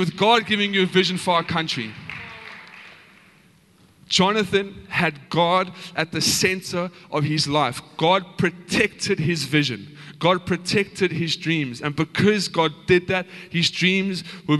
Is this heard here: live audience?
yes